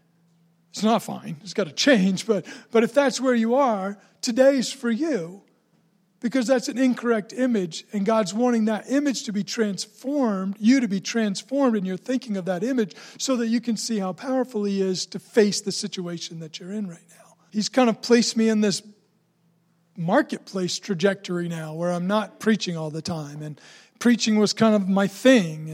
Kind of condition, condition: setting, large echoing room